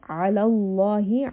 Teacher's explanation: the name of Allah is heavy because of the فتحة on the lam